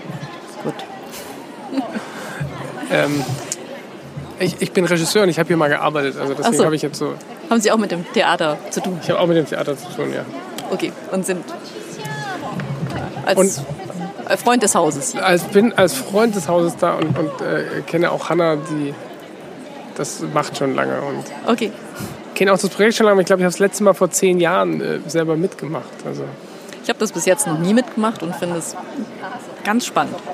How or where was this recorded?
busy venue